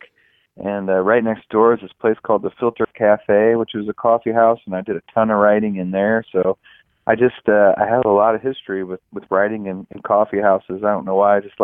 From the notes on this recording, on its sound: We caught up